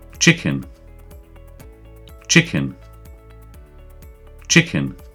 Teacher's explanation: Dans cet exemple, la première syllabe était accentuée. · Term: syllabe accentuée